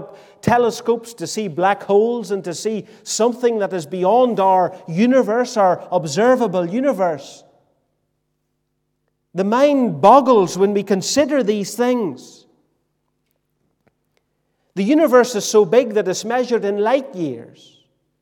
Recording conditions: large echoing room